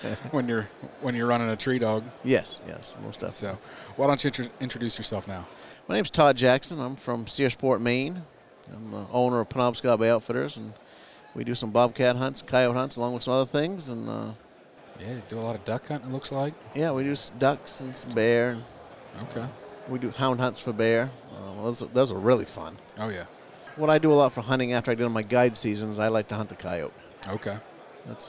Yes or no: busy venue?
yes